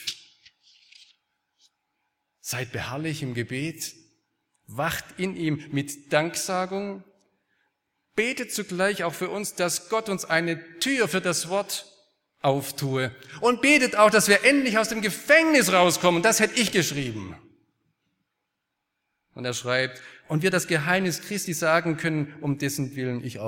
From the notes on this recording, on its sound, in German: Aus dem Gottesdienst der Liebenzeller Mission.